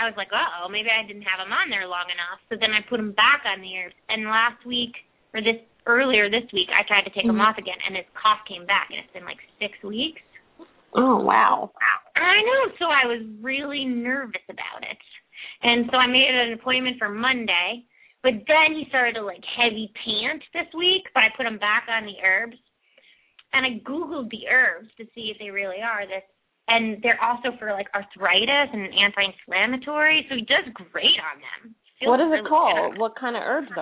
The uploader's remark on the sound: open up the lines for listeners to call